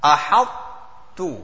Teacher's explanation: we reading the طا، we entering the مخرج with a full mouth. أحطت، but we ending off with the ta, which is empty mouth.